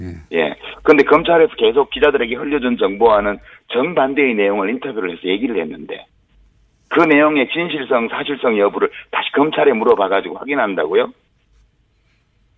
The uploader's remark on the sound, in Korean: 전화연결